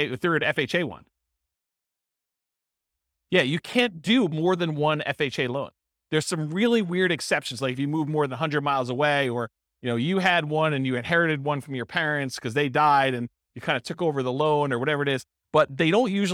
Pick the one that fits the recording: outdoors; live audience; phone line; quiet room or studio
live audience